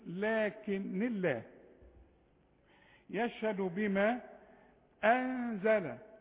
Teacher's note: ما دام معاك كلمة في نهايتها حرف مكسور وبعدها اسم الجلال، ترقق اللامات